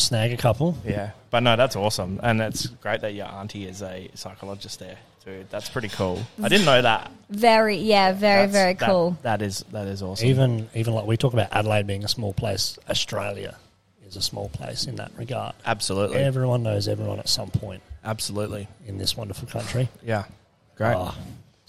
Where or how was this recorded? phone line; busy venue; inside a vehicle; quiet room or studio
busy venue